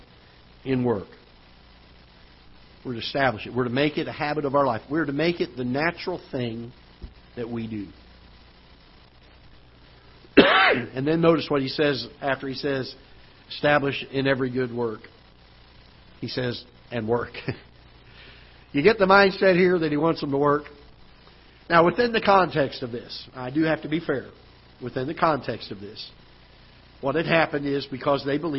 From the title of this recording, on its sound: Ketha Heights Baptist Church ~ Live Broadcast